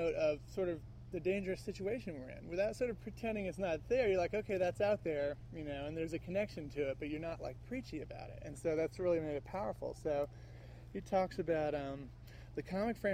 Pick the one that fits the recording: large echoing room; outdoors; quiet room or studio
outdoors